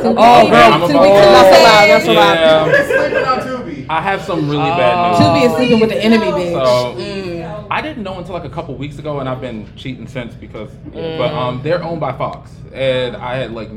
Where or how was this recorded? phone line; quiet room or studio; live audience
live audience